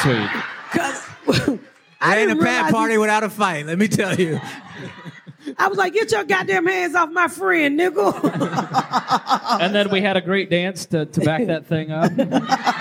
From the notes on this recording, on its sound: Joining us live on the stage